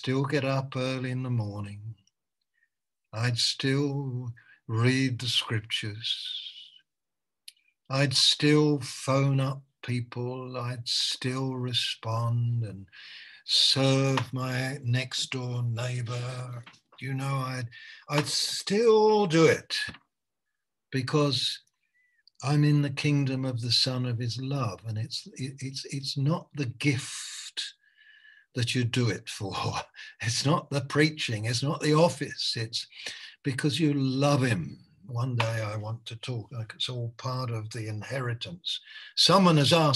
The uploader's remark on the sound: Malaysia Meets (Zoom)